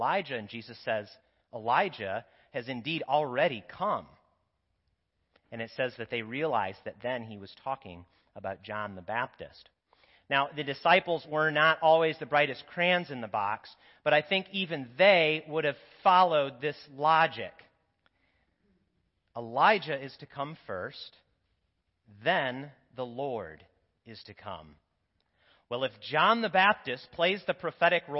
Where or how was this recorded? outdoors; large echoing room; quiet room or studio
large echoing room